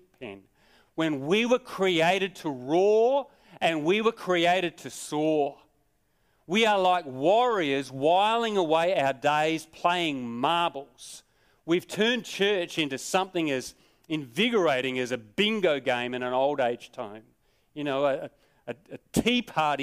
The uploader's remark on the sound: Sermon recorded live from Morley Baptist Church.